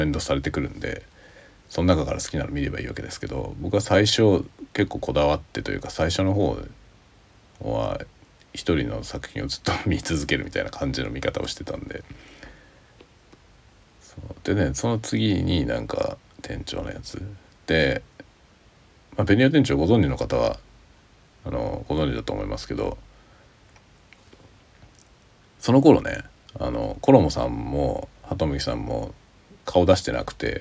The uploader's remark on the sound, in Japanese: インターフェースがちゃんと認識されておらず、iPhoneのマイクで収録されてたので音が悪いです…。